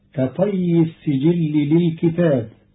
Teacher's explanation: قرأ قالون كلمة للكتب بكسر الكاف وفتح التاء مع ألف بعدها، فتصير كطي السجل للكتاب أي كطي الصحيفة على المكتوب فيها.